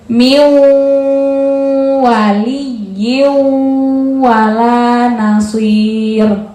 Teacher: Miu masuk ke waw dengan mendengung. · Term: idgham bil gunnah